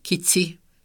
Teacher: csángó sajátosság az S helyén eszet ejtenek, illetve egy S-hez hasonló hangot, és ez érinti az egész ebbe a körbe tartozó mással hangzó csoportot. · Term: eszezés